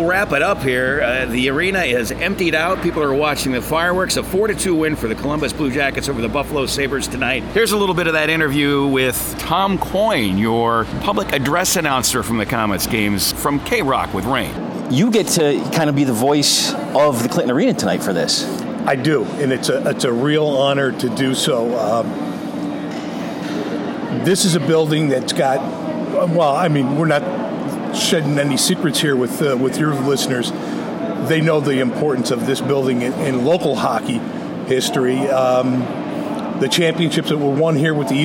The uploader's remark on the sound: Clinton Arena Hockeyville USA. Inside the Clinton Arena at the NHL preseason game between the Buffalo Sabres and the Columbus Blue Jackets which is part of the Hockeyville USA festivities in Clinton, NY.